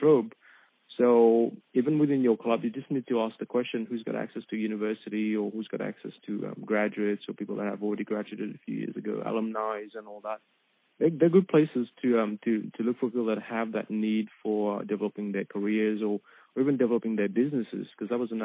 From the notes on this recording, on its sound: Telephone interview originally aired on 3WBC 94.1FM.